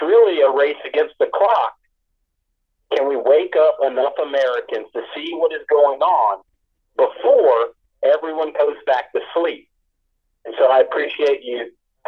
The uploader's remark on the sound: able to phone in from his prison cell